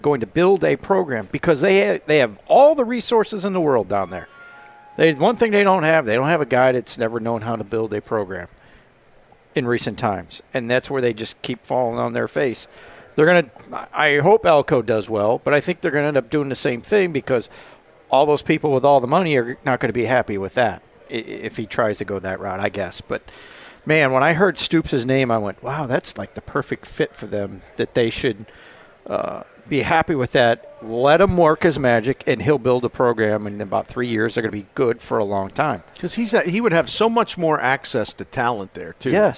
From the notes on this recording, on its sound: Broadcasting live from Friendly's Sports Bar and Grill at 3971 Bayless Ave. In South St.